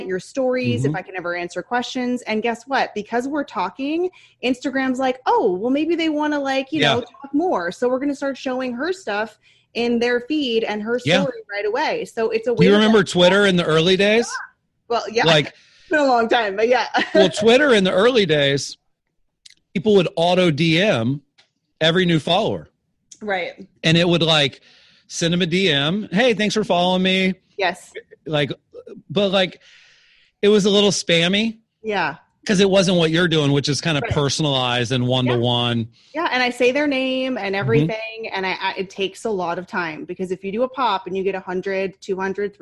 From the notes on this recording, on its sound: this episode was recorded online there are a few small sound issues- sorry bout that!